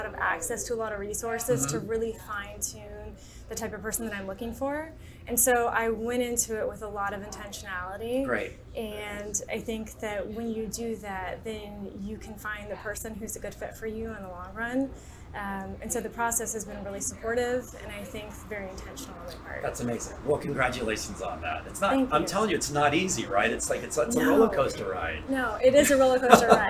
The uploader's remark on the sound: Curated Wines in Los Angeles, where this episode was recorded live.